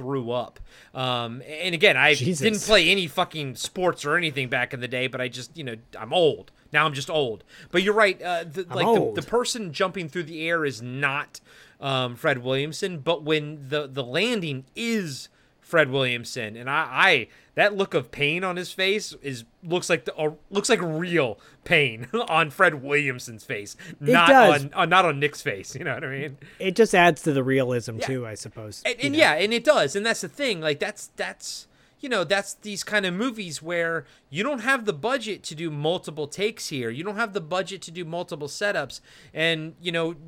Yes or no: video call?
no